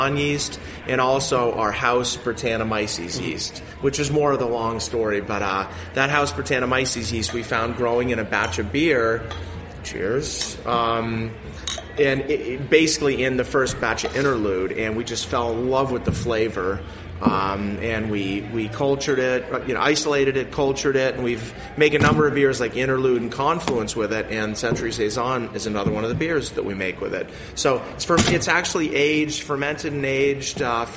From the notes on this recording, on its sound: A special off-site recording of Beer Sessions Radio. Tune in for a special off-site recording of Beer Sessions Radio. Are at Threes Brewing joined by some of their team, a group of home brewers.